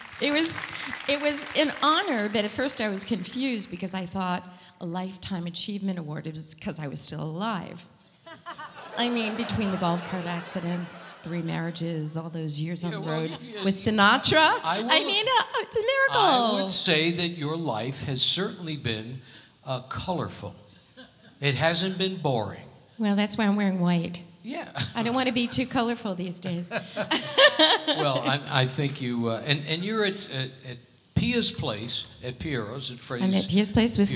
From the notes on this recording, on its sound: Live at the SouthPoint Casino